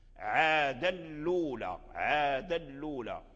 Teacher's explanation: كذلك نافع له النقل، لم يقرأ الأولى الأولى لأن أصل الأولى، فنقل حركة الهمزة إلى اللام، وبما أن الهمزة مضمومة فنقل حركة الضم إلى اللام